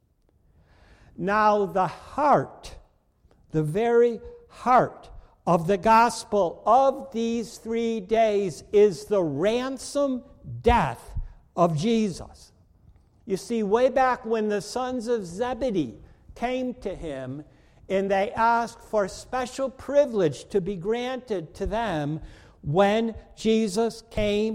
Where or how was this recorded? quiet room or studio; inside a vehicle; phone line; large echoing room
large echoing room